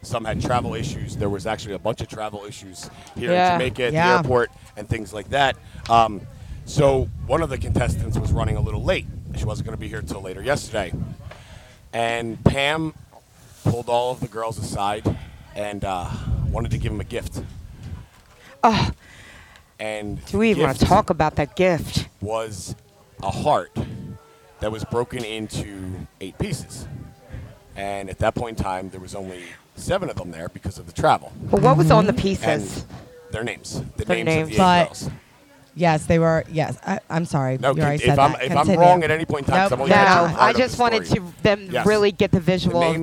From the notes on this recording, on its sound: LIVE from Hedo for the Connection Travel Hottest MILF Contest 2022 for the ABC Contest.